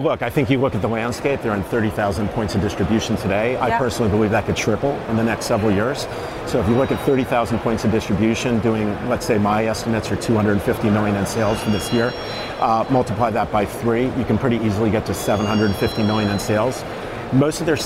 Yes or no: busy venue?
yes